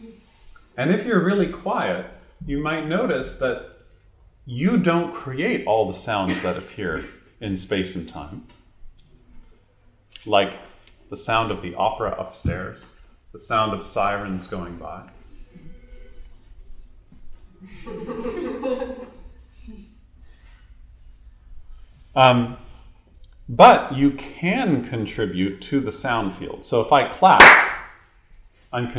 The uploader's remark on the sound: These talks are part of a series on the psychology of yoga and Buddhism and were recorded in front of a small group in Toronto in 2015.